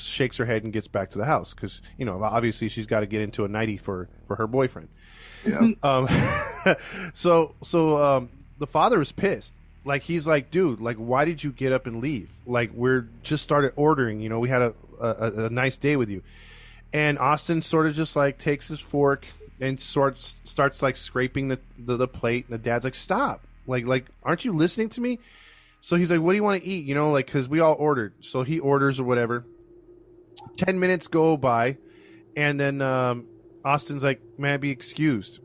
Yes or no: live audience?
no